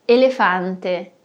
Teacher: E o detalhe mais importante é que o E no final da palavra nunca vai virar I, como às vezes fazemos no português, quando dizemos elefante. E você percebeu que o meu A também foi bem aberto?